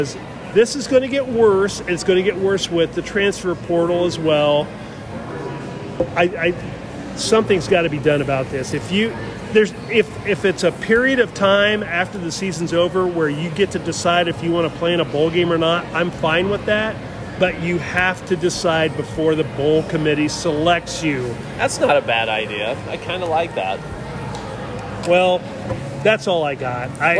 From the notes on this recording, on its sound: On location from AMP in downtown Indy.